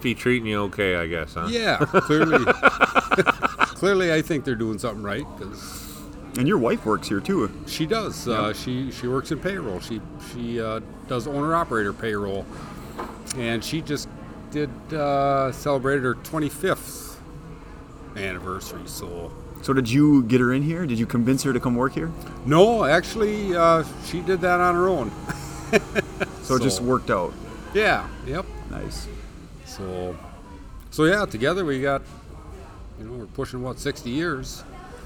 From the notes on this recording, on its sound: Recorded from one of our Driver Appreciation events. They talked to a number of Roehl teammates.